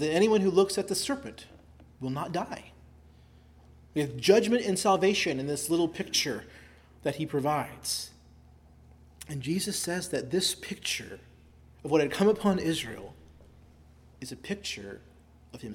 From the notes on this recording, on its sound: delivered at Christ Our Savior Baptist Church on Sunday evening, October 1, 2023.